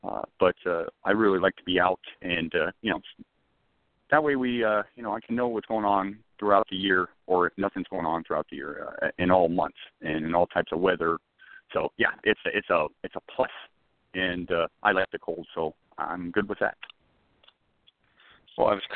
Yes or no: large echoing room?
no